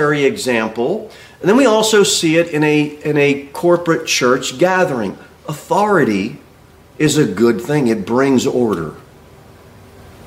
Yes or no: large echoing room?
yes